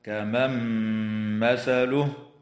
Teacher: حكمها الإدغام مع الغنة